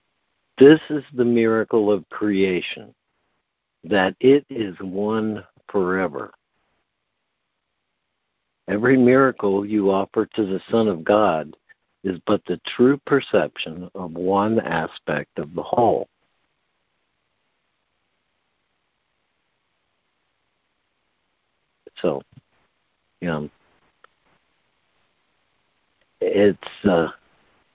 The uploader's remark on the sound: ACIM Daily Conference Call.